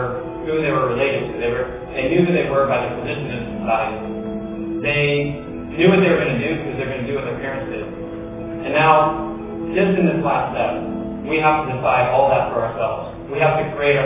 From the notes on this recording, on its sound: Opening keynote at the 2013 Heartland eLearning Conference in Edmond, Oklahoma, at the University of Central Oklahoma.